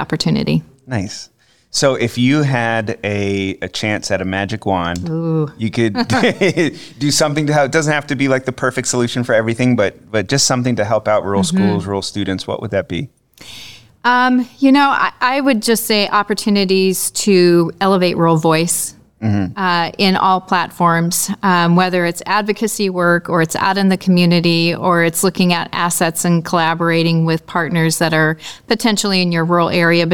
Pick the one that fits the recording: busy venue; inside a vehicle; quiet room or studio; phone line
busy venue